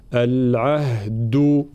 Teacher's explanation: الدال قلنا شديدة مجهورة، العهد، يلزمنا شوية مجهود هنا لنطق الدال بعد الهاء، العهد، هكذا.